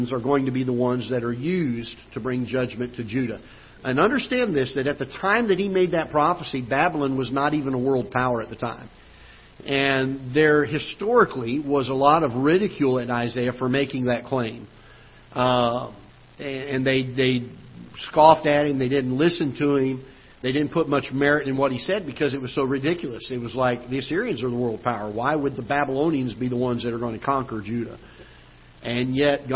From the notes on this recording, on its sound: Ketha Heights Baptist Church ~ Live Broadcast.